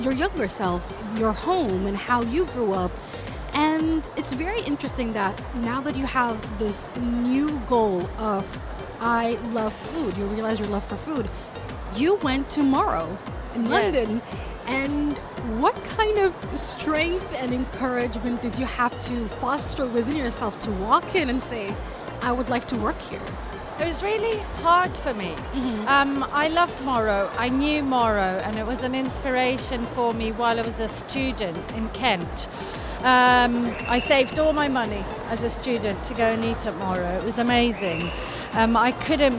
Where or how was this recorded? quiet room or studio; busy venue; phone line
busy venue